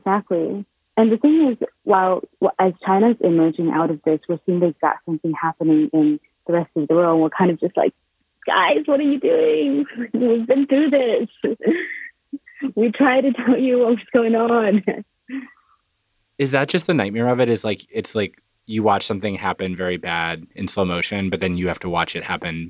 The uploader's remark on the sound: Recording in their respective attic and closet (hence the name) and breaking away from the normal, heavily reported show format to take calls from listeners and find out how everyone is doing.